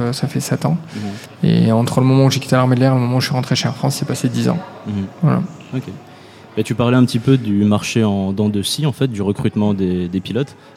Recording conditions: live audience